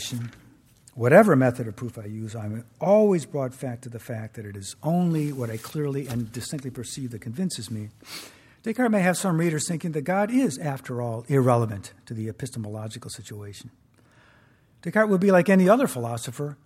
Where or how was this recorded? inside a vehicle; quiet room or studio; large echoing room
large echoing room